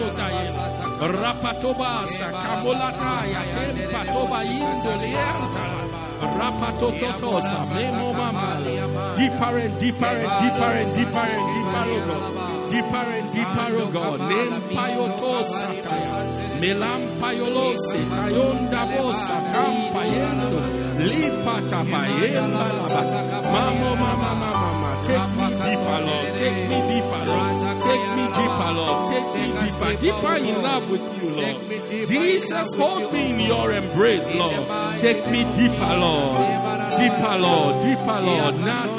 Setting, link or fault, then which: setting, large echoing room